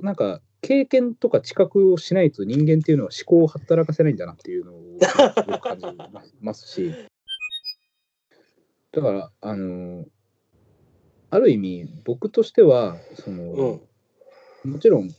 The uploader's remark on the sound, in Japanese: 今回はCOVID-19流行に対応して「リモート録音」をしました。